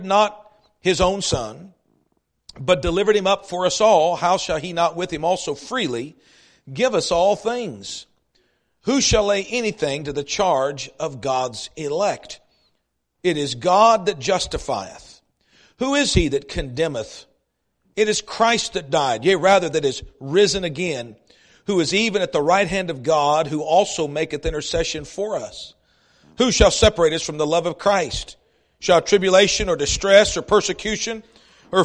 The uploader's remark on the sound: East River Baptist Church Revival Service